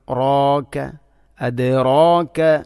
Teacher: റായിനെ കനപ്പിച്ചുച്ചരിക്കേണ്ട അക്ഷരമാണ്. അപ്പോൾ അതിൻ്റെ കൂടെ വരുന്ന അലിഫിനെയും കനപ്പിക്കണം, റോക്ക അദ്റാക.